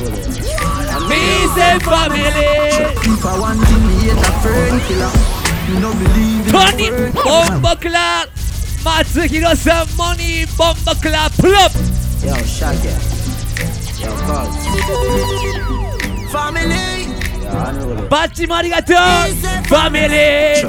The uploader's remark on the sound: LIVE FROM BAR TOAST 2023.